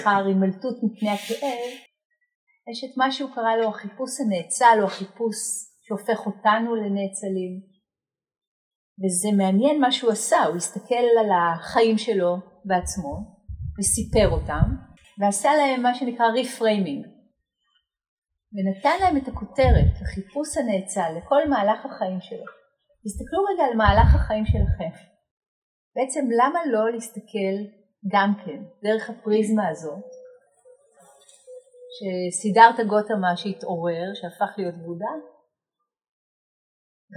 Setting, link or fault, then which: fault, poor sound quality